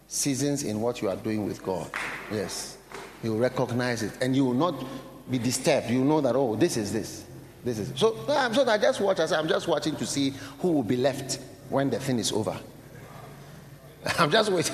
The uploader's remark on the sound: Preached at the Nakpanduri Pastors‘ Conference.